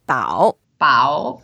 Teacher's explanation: It's a third tone, so we go down first and go up.